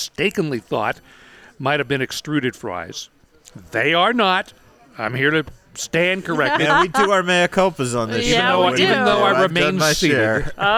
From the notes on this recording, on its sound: We're back at Dom DeMarco's Pizzeria & Wine Bar on West Charleston